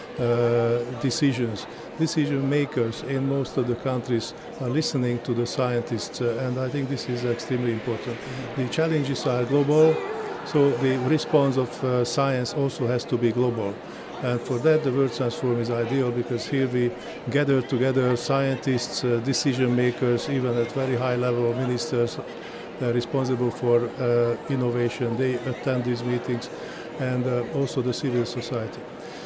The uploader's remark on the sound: We continue our broadcast live from the Cape Town International Convention Centre where the Department of Science and Innovation is hosting the World Science Forum.